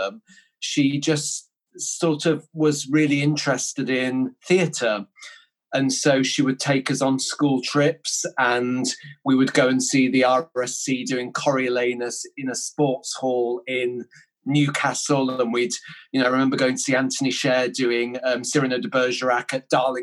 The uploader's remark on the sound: Joins us over zoom. This was recorded in early May 2020 over zoom.